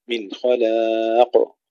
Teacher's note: تفخيم الخاء ترقيق اللام